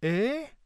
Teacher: A high rising tone, eh? And a low rising tone, eh? A rising falling tone is eh?